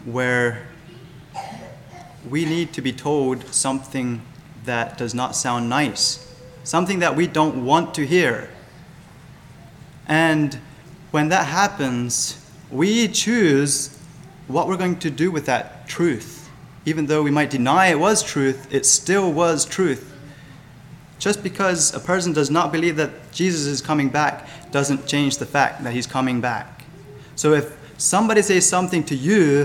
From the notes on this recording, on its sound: Sermon Recorded 11-26-23 at Millmont Mennonite Church